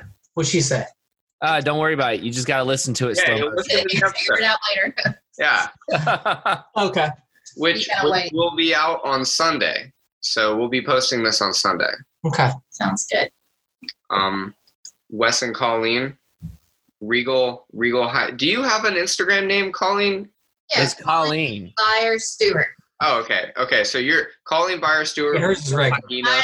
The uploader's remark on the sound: This episode is our last Zoom record, and we are excited to come to you from the studio next week!